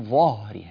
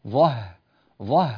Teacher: نفخم الظاء نعم ولا تتأثر الهاء التي بعدها · Shown in: second take · لا نقول ظهره، لا، ظه ظه، ونرقق الهاء.